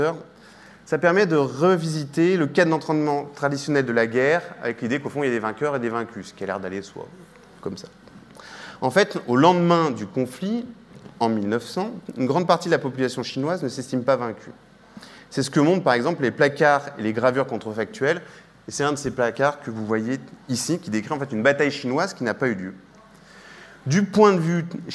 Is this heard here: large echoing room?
yes